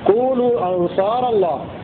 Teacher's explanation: ويقرأ الباقون بدون تنوين على الإضافة وحذف لام الجر كونوا أنصار الله